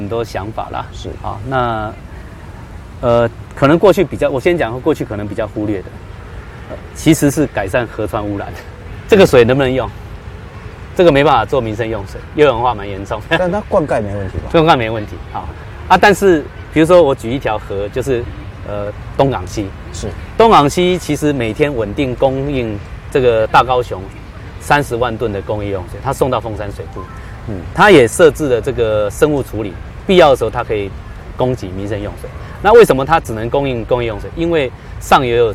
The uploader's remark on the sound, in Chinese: 雲林古坑乾旱現場